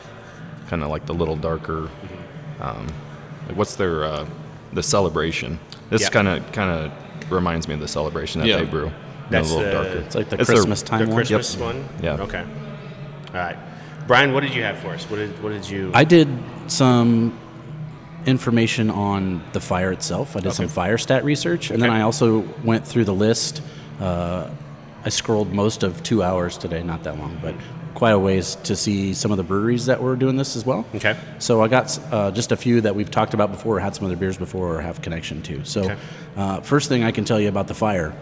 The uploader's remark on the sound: We went to a local brewery, Kros Strain Brewing Company in Omaha, to record our podcast